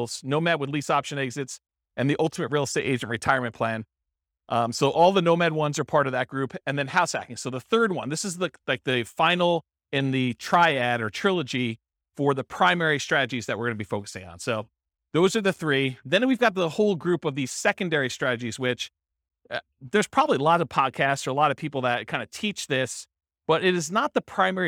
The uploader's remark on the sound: This was a live class recorded